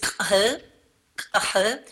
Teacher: Navajo has this affricate, velar affricate